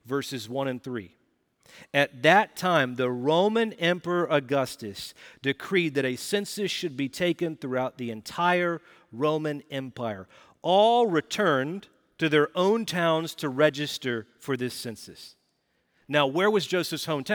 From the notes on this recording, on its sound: Recorded Live at Brookwood Church on 12.03.2023